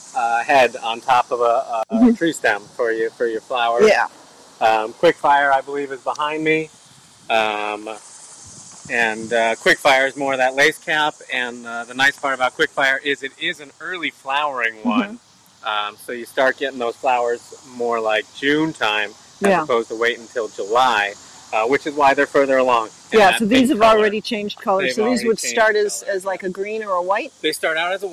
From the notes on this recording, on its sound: On the Road at The Growing Place. Today we're streaming live from The Growing Place in Aurora, Illinois.